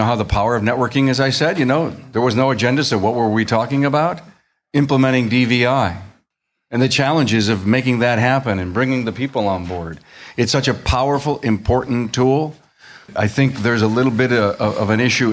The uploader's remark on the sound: I was honored to give my keynote and then moderate an all-day panel discussion with the ASA Illinois members. I turned the recorder.